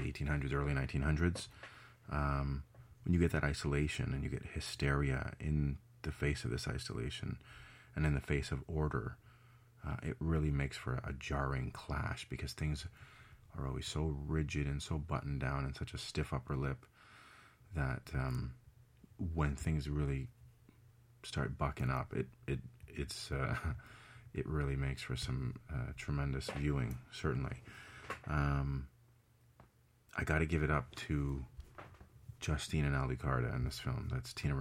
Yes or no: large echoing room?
no